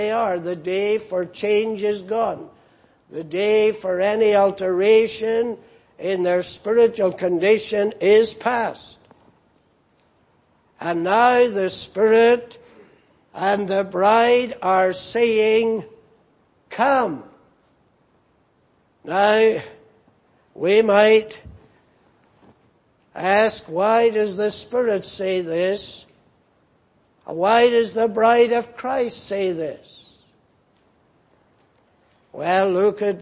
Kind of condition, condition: setting, large echoing room